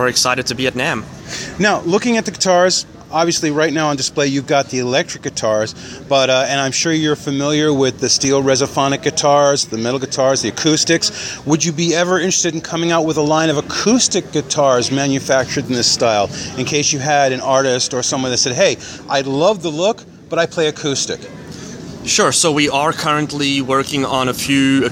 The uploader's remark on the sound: Interview Live at NAMM 2014 at Anaheim Convention Center.